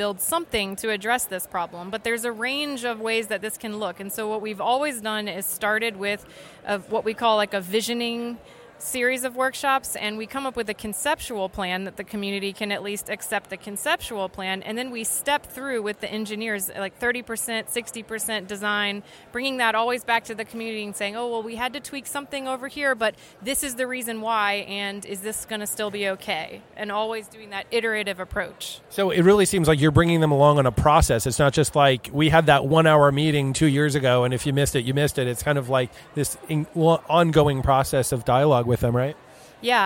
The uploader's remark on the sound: Gulf of Mexico Conference in Tampa, Florida. They were recorded at the Gulf of Mexico Conference, which brought together more than 1100 professionals to share the latest research and best practices, in Tampa, Florida.